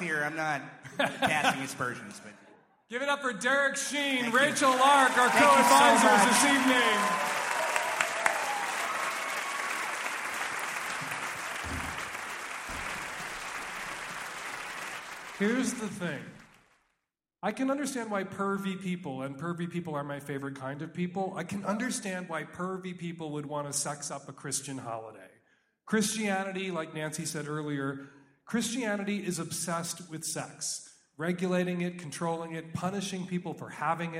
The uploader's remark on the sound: Live at the Neptune!